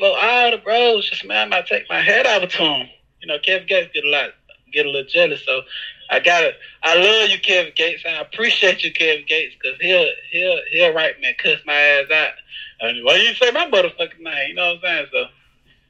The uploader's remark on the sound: Phone Interview